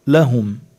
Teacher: ميم ساكنة وبعد لام كمان إظهار شفوي